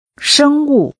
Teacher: Using a high level and falling tone, say biology.